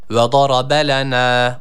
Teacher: Lena kelimesindeki nun harfini bir elif miktarı uzatıyoruz.